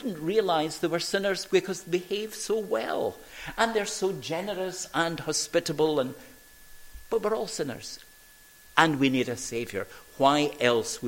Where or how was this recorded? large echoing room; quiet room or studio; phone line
large echoing room